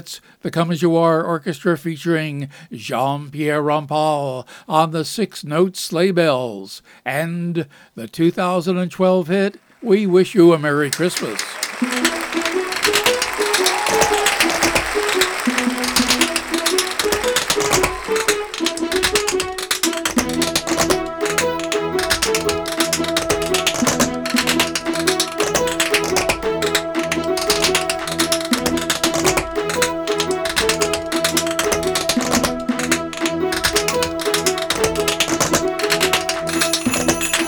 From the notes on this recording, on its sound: Live from the Stranded Theater in New York City.